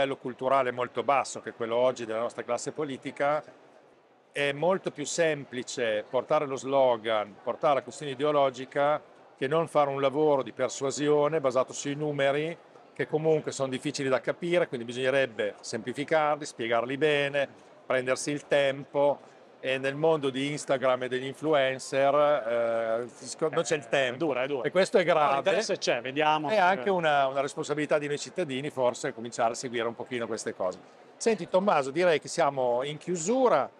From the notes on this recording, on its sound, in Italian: registrato durante la 25° edizione di Ecomondo, alla fiera di Rimini